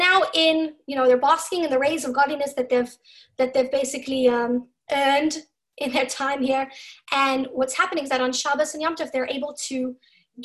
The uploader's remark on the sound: Zoom Class